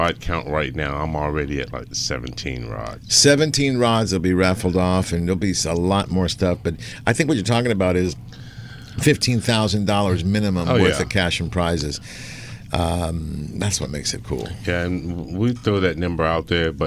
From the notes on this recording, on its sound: "LIVE" from Angel Stadium in Anaheim, CA